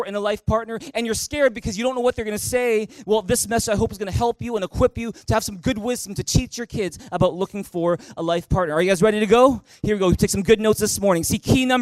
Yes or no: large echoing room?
yes